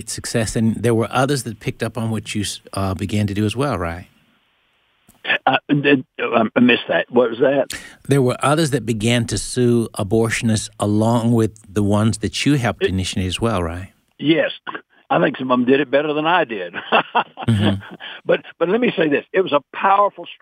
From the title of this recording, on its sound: Today's Phone Guest